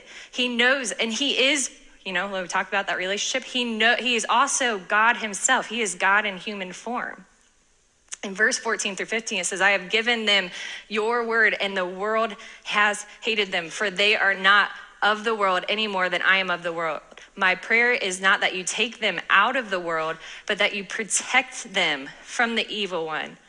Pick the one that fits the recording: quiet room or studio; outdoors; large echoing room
large echoing room